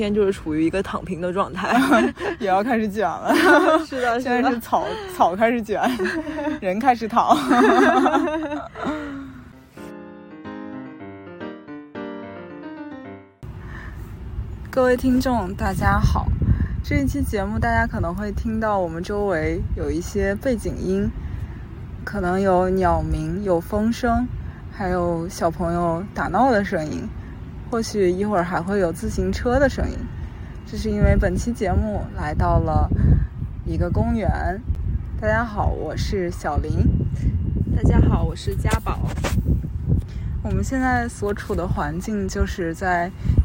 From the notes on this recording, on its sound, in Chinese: 这是一期接地气的播客（字面意思），我们来到郊野公园席地而坐录制这期博客。在露营帐篷的包围圈里聊露营。